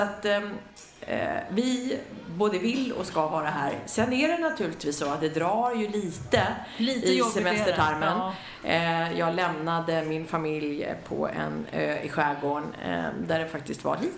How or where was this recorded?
busy venue